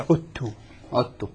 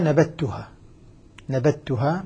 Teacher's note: كل من هؤلاء القراء يدغمون في قول عذت، وإني عذت، يقول وإني عدت، عدت، تدغم الذال في التاء